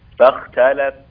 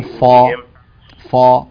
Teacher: لا تفخم الفاء يعني لا تقول فا فا لا فا فا الفاء مرققة الخاء بس هي المفخمة · Shown in: first take